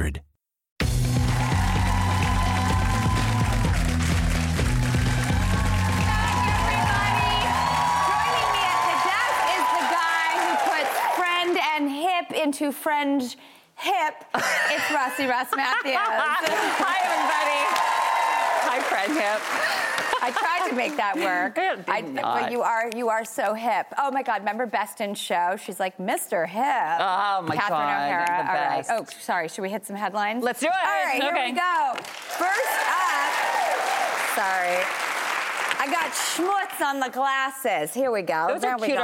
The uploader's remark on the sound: answering audience questions